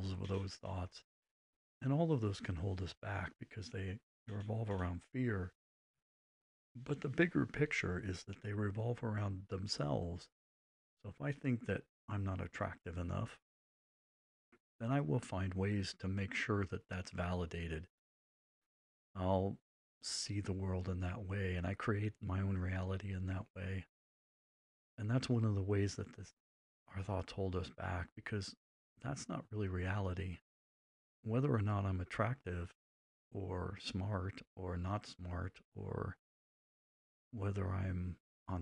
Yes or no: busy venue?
no